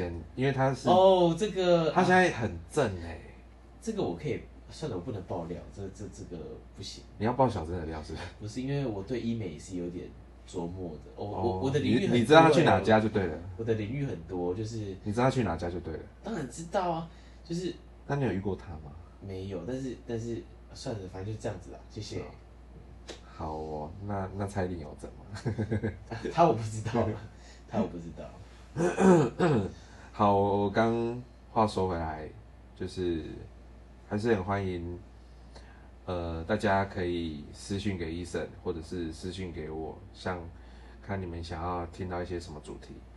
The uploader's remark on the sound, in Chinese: 什麼是完全沒有準備，隨便躺著站著錄音，然後還亂收音。